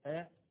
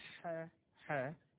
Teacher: فشوف فرق من تنطق آ الألف يتحبس الهواء ما يطلعش إلا الهمزة بس آه. أما تقول حا حا شوف تطلع الحا ومعها النفس معاك · Term: الهمس